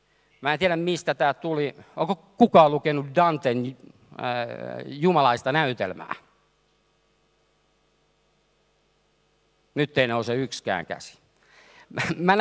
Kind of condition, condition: setting, live audience